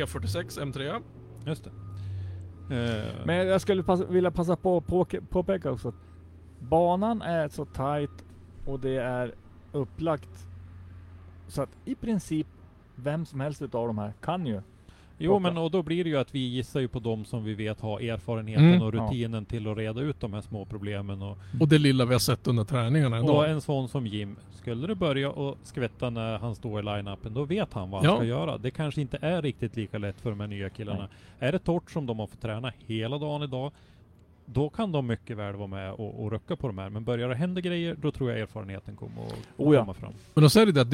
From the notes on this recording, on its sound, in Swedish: Vi gör en livepodd från depån, under den pågående SM/RM tävlingen på Mittsverigebanan.